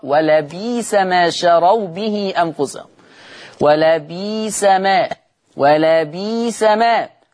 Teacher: وقرأ بإبدال الهمز الساكن في لفظ ولبئس، ولبئس يقرأ ولبئس ما شروا به أنفسهم، ولبئس ما، ولبئس ما، يبدل الهمز الساكن ياء.